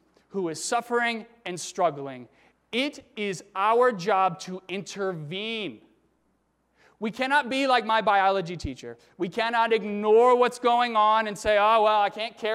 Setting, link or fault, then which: setting, large echoing room